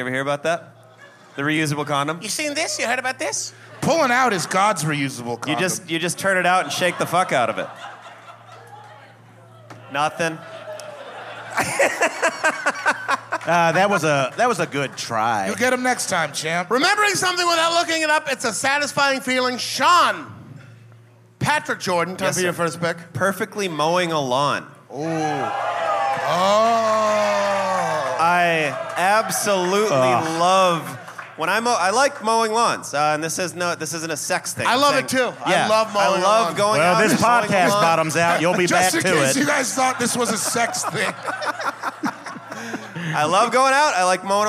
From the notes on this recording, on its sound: This was recorded live in Washington DC at The Black Cat.